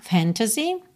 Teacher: o segundo A, que vem logo depois do T, ele não aparece muito. Você não diz fantasy.